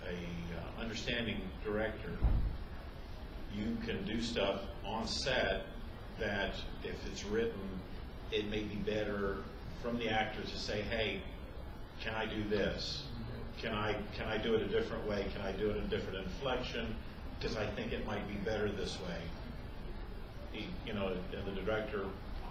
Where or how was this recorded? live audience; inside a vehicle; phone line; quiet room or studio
live audience